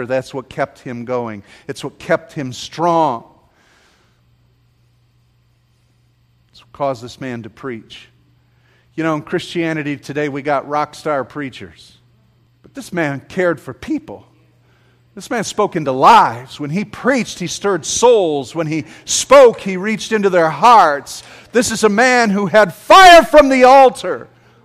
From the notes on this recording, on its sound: This sermon was preached at James Bankston's funeral